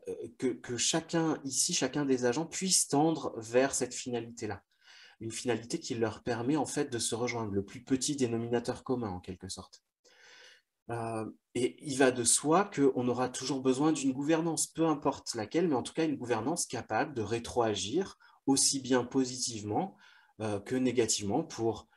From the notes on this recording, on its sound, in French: Visio-conférence du collectif Culture Santé.